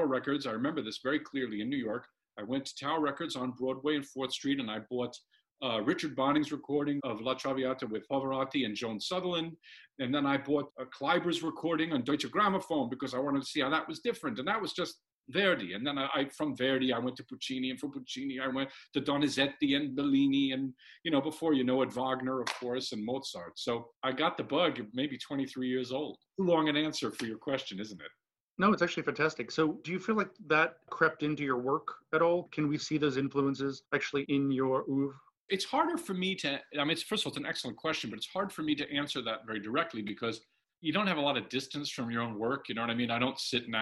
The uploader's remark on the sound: recorded in June 2020 from their respective homes